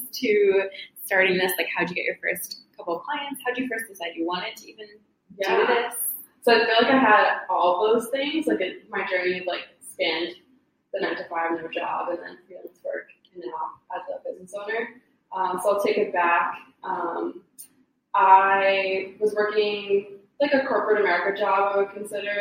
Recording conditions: echo